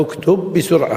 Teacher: بإدغام الباء في الباء، فلهذا لا يحدث هنا قلقلة